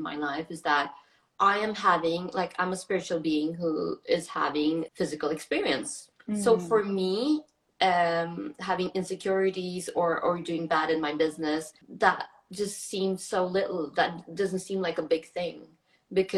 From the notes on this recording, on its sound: This was an IG Live talk that turned into a podcast.